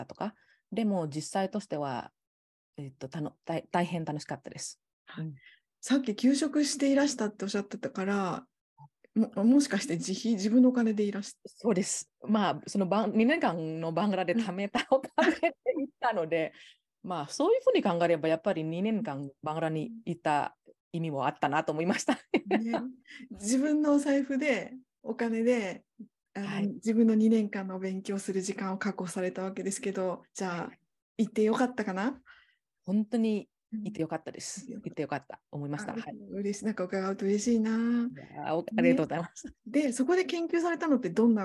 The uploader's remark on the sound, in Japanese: 収録場所： オンライン (Zoom)